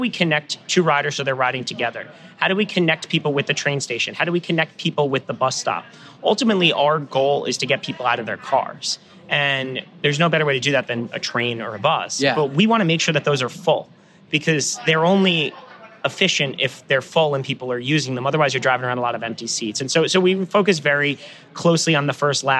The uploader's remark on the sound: Recorded the interview with her while at the UTIP Global Summit the day before she took office.